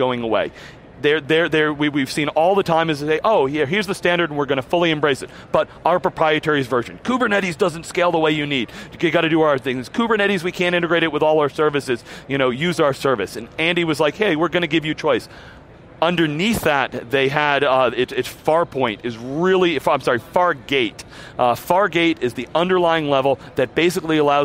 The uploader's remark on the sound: live from re:Invent 2017